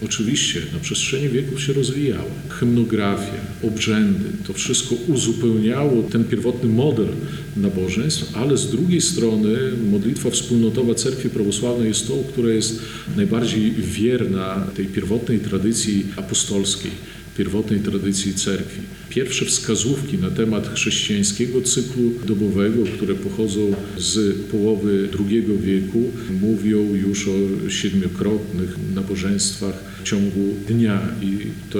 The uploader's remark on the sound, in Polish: Nagranie pochodzi ze spotkania, które odbyło się 10 listopada 2021 roku w Monasterze Zwiastowania Najświętszej Bogurodzicy w Supraślu w ramach cyklu “Supraskie Środy”.